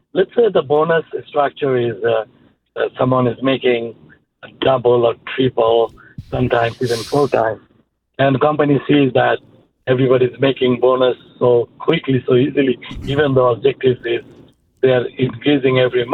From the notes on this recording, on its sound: goes through all of these in addition to your phone calls